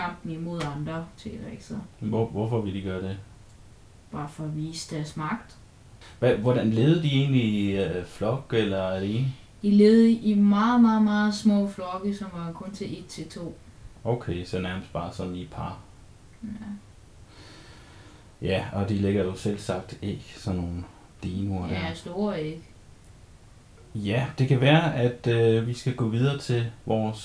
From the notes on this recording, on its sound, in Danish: Vi beklager i øvrigt den lidt forringede lyd!